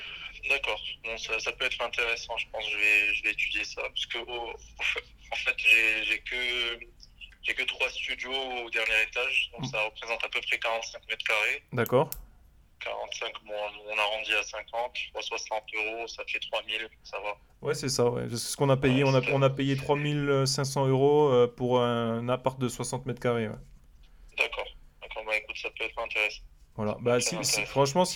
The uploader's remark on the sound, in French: Nouveau phone coaching concernant des questions sur le DPE.